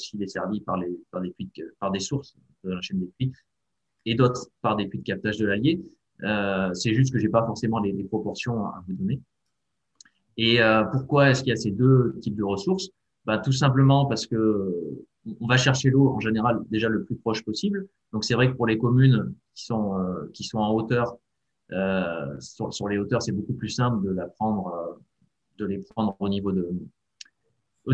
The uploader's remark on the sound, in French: 29 janvier 2021 en visio